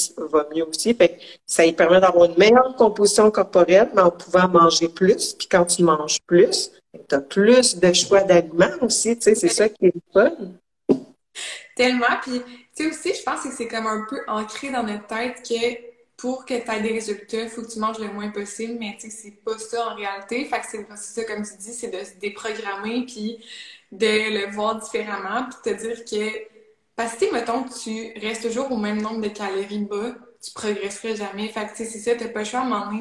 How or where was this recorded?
video call